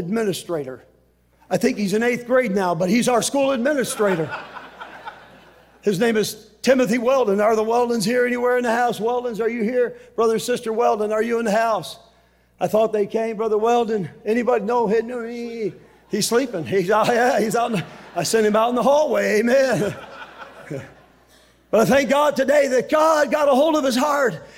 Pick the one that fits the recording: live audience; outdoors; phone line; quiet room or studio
live audience